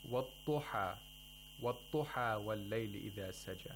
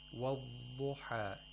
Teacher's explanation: you have to lengthen the dhad, and by doing this you have applied istitala of dhad · Shown in: second take · which means the lengthening of dhad.